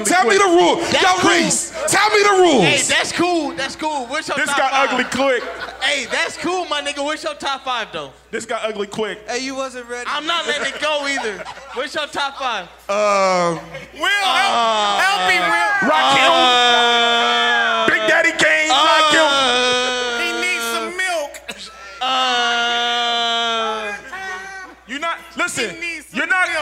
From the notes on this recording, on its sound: This episode was recorded live from Avalon for the 614 Day celebration festivities.